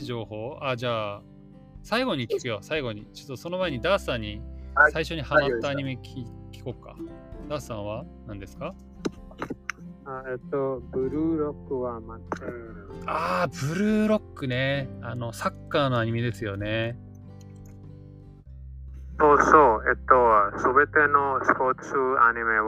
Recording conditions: poor sound quality